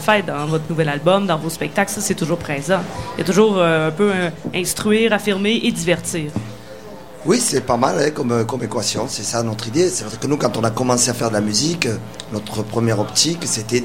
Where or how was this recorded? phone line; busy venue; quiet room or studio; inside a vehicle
busy venue